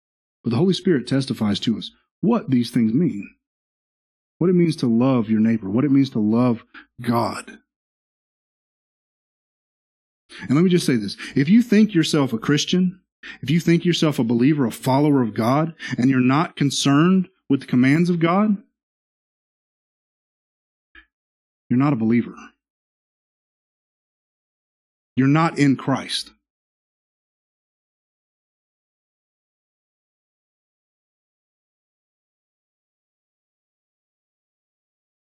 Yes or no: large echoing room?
yes